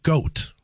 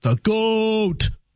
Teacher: So it starts, there's a slight rising intonation, then it's drawn out and then it falls out · Shown in: second take